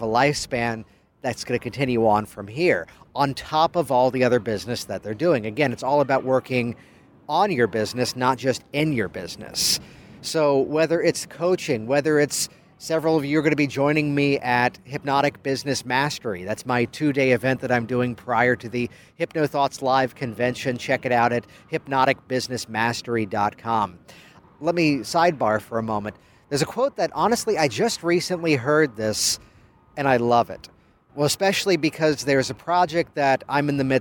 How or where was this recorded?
outdoors